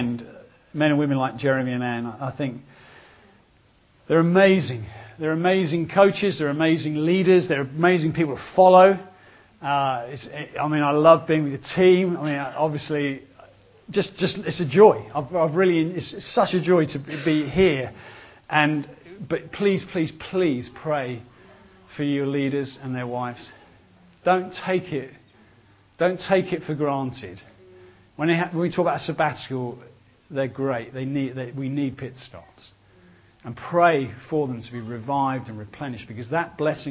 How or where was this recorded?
live audience